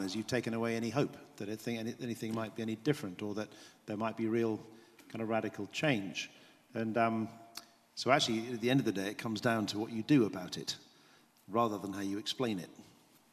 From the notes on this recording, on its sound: This GodPod was recorded as part of a lecture. This lecture was part of the McDonald Lecture Series – a collaboration between St Mellitus College and the McDonald Agape Foundation.